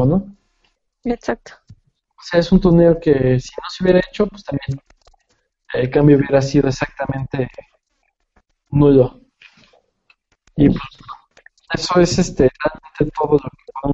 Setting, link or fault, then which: link, video call